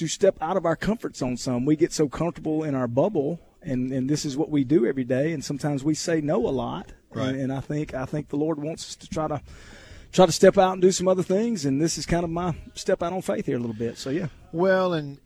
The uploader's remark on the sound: LIVE from DeViney Equipment in Madison